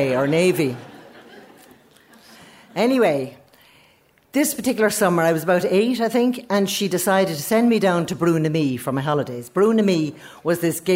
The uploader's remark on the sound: stories recorded onstage at The Dublin Story Slam